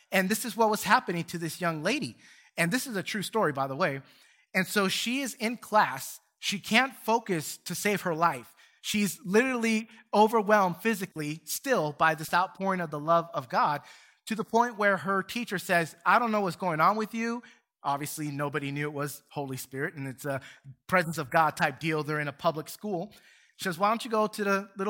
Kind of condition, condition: setting, large echoing room